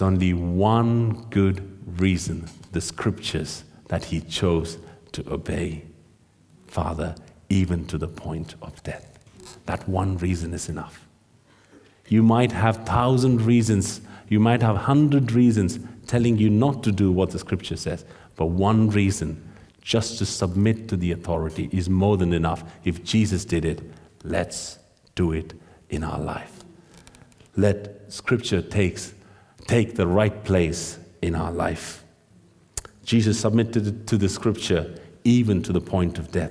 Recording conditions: large echoing room